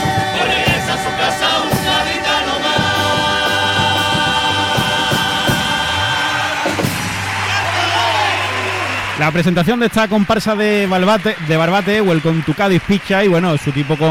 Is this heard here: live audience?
yes